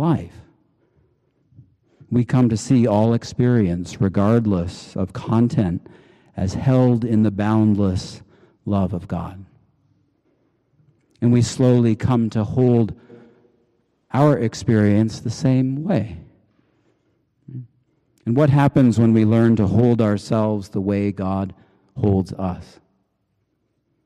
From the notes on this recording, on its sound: Preached on May 7, 2023 at the Cathedral Church of St. Mark in Salt Lake City.